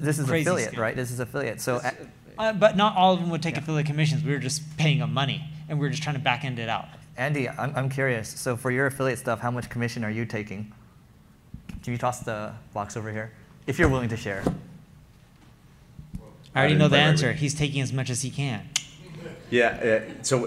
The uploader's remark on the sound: Live session at the Leveling Up Founders Event.